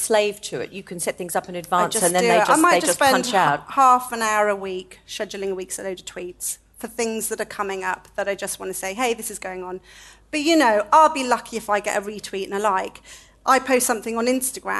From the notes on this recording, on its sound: In our first ever show recorded in front of a live audience. Recorded at the Roca London Gallery in Chelsea Harbour.